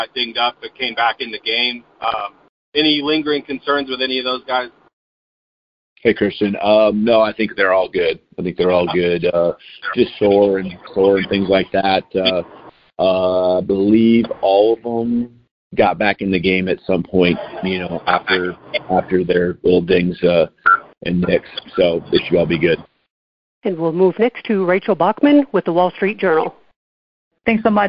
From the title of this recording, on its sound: National Championship Game Teleconference